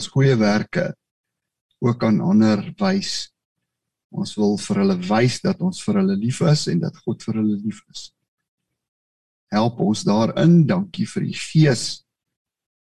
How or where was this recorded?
video call